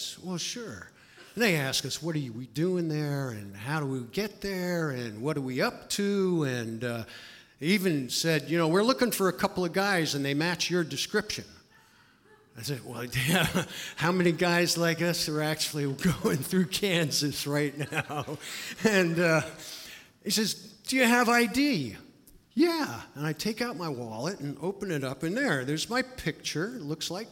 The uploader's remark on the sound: Live at The Fremont Theater in Portland, OR Portland Story Theater.